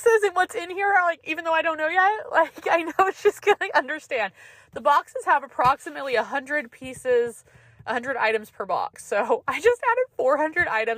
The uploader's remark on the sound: Guys sorry for the sound quality!! Recording in my car is seriously a no-no.